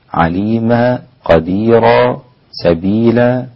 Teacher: إذا وقفت على المد العارض أو المد العوض عن التنوين بالفتح لا تزد على حركتين ويكون على رقته عليما قديرا سبيلا هكذا.